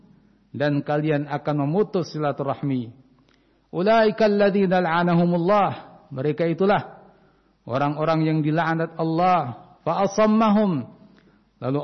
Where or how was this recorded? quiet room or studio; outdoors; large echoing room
large echoing room